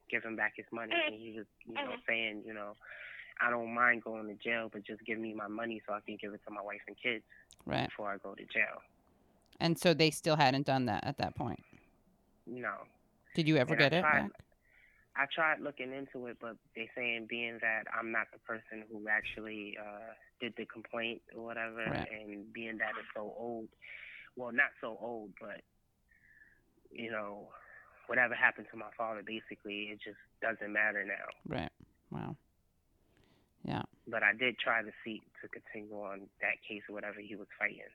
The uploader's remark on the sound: This episode consists of two interviews, done a week apart. Over the phone.